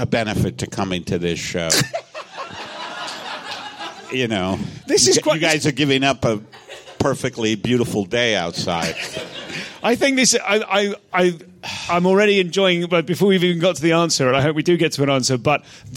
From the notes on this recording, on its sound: Live at SXSW. In this unmissable live special from South By South West.